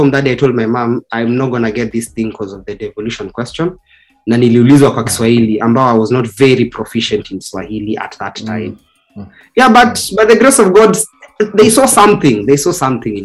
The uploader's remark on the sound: Today's episode is a snippet from the first of four online live sessions we conducted with the Cloudfactory team revolving around career development.